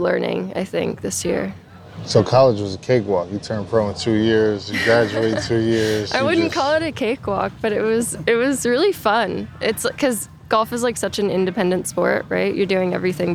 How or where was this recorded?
busy venue